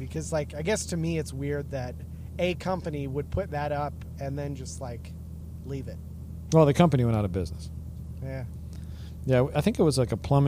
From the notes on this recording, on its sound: driving back from ASM